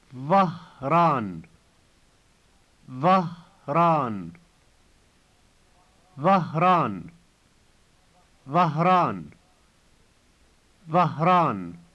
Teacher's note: notice that the H before the rolled R is clearly pronounced.